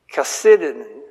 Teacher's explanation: The accent is on the second syllable.